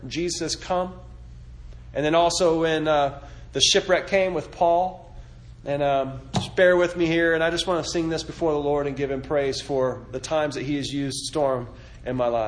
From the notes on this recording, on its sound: This sermon was delivered September 23, 2018 at the Four Oaks Advent Christian Church revival service.